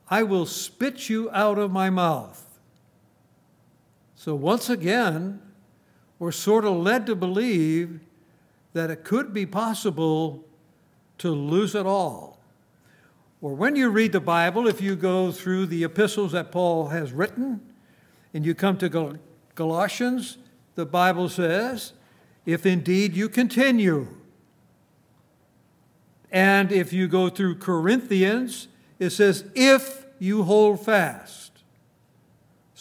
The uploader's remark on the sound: At Grace Bible Fellowship in Front Royal, VA.